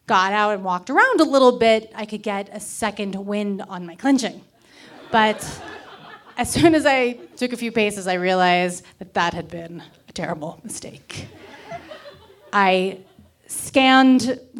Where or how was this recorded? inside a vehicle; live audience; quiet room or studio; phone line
live audience